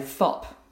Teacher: So it might be in the case of the example with um, FOP for stop, but the child's picked up on the idea that they need a fricative, but that's the only element that they've thought about. So they've gone, ah, I need a long sound.